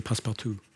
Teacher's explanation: jeg bruker nok den norske U og sier passepartout